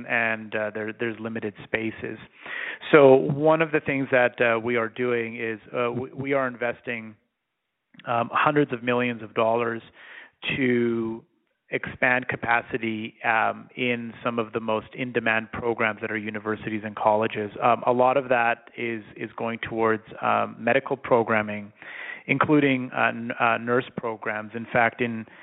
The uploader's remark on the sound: Education Telephone Town Hall (Southern Alberta).